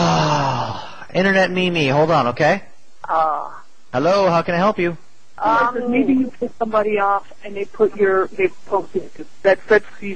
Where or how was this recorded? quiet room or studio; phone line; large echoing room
phone line